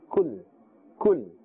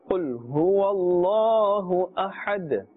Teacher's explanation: Kul is very gentle. Kaf has a gentle sound. And qul has a harder sound with a full mouth.